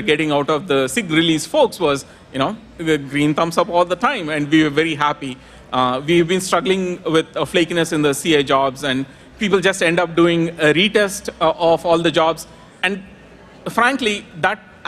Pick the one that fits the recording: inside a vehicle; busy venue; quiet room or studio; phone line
busy venue